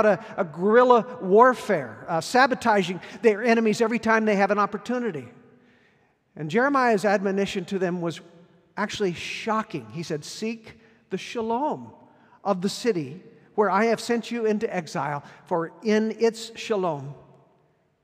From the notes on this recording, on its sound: Recorded at our Sunday gathering on September 03, 2023 in Port Orchard WA.